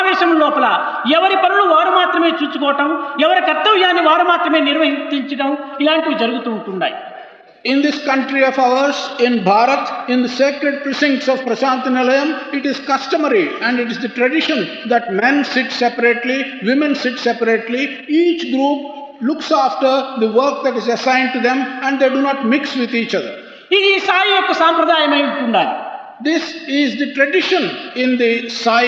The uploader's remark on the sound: during the valedictory function of the 2nd World Conference of Sri Sathya Sai Organisations